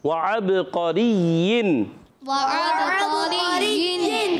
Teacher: عین کو با سے ملائیں گے. اب با میں قلقلہ ہوگا، با عرف قلقلہ میں سے ہے اور آواز لوٹ کر آئے گی. قاف عرف مستعلیہ میں سے، موٹا ادا کریں گے. · اب با میں قلقلہ ہوگا، با عرف قلقلہ میں سے ہے اور آواز لوٹ کر آئے گی. قاف عرف مستعلیہ میں سے، موٹا ادا کریں گے. زبان کی جڑ تعلق نرم حصے سے. را کے لیے زیر، را باریک ہو جائے گی.